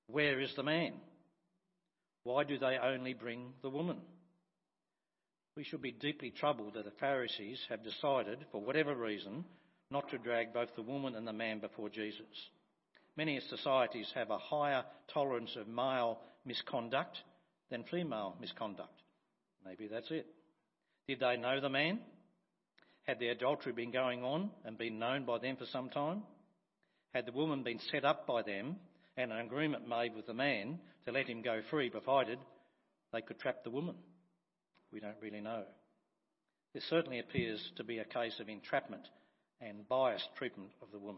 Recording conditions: large echoing room